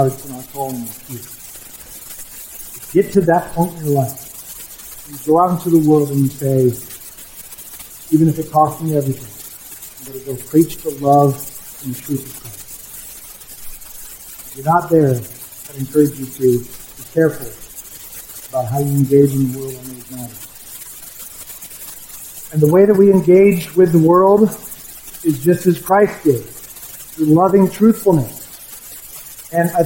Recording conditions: poor sound quality